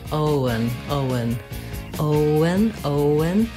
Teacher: Make sure you hold the O nice and long. And then the letters E-N say the schwa sound, and the N, un.